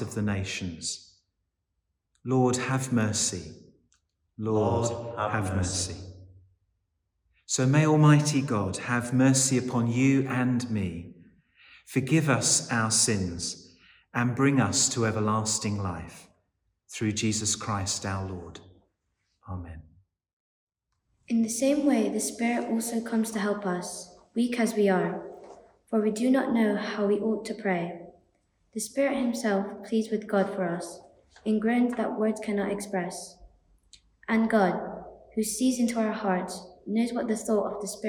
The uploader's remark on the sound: a Service for the Eighth Sunday After Trinity from St Barnabas, Knowle West